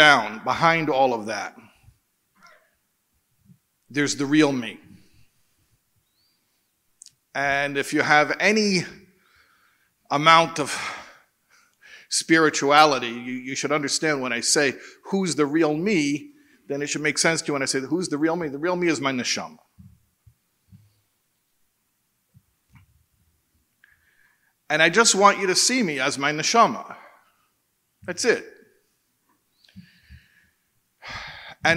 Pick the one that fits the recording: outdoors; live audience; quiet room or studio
live audience